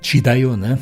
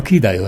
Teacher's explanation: Za crkljanščino je tipično recimo mehčanje, ne, mehčanje, ki ga tam na vzhodni strani eh, ne poznamo. · Shown in: first take · Recimo v crknem sneg čidajo, medtem ko tam v oselci ga pa kidajo.